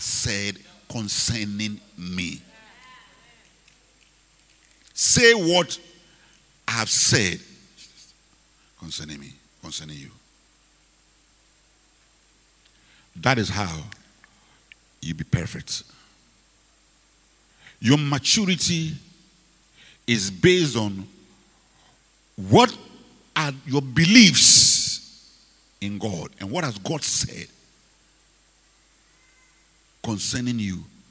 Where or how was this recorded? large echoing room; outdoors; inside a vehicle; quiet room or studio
large echoing room